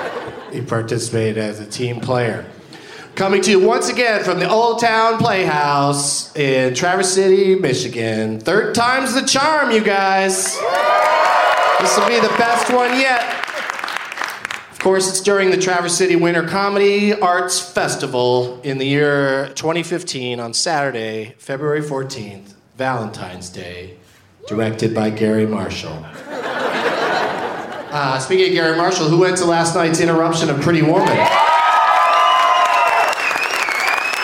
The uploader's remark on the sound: Live once again from the Traverse City Winter Comedy Arts Festival